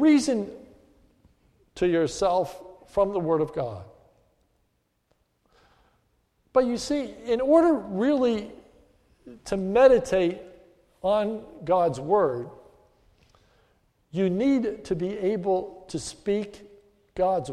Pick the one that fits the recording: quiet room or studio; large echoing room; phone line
large echoing room